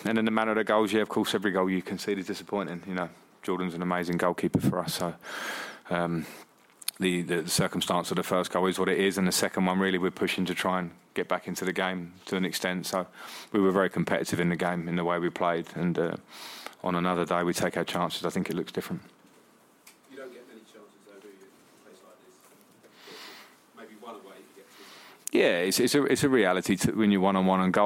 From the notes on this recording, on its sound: Post-match press conference.